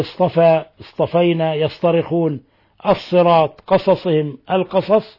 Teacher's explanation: قال: فاللسان لا ينزع من لفظ الصاد إلا لفظ السين، إذا ضعفت الصاد ينزع يعني يذهب، ولا من لفظ السين إلا إلى لفظ الصاد، فيجب التحفظ من ذلك بإظهار الصفير في السين وإظهار الإطباق في الصاد، فبهاتين الصفتين يفترقان، واللفظ بالصاد أقوى وأكثر تكلفا على اللسان لما فيها من الإطباق والاستعلاء. فيجب إذا قرأ القارئ كلمة بالصاد أن يأتي بها مطبقة مستعلية عند خروجها إلى الحنك الأعلى، فتبعد عند ذلك عن مشابهة السين.